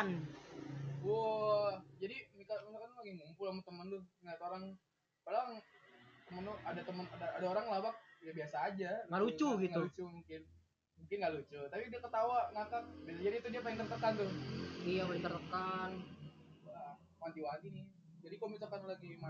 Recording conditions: background noise